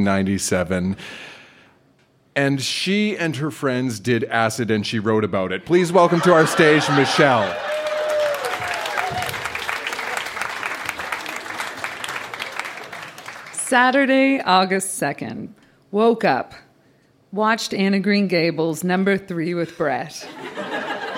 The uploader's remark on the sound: Recorded live at The Company House in Halifax, NS.